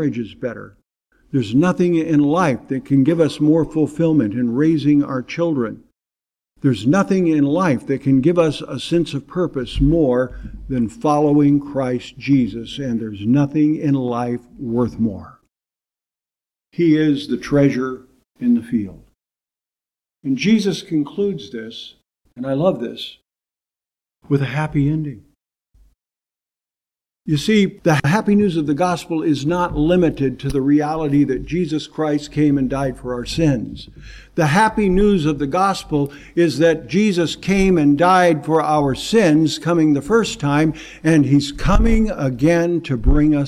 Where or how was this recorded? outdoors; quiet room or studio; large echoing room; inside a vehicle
large echoing room